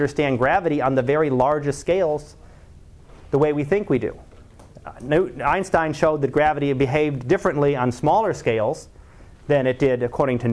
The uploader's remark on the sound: Live Class Lecture